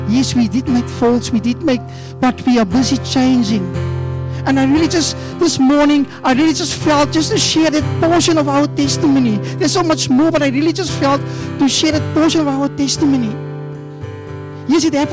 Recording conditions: large echoing room